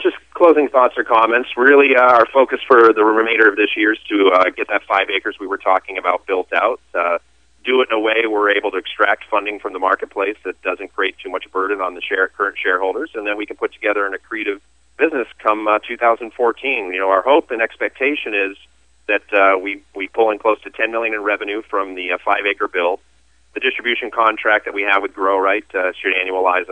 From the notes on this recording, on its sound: called into SmallCapVoice.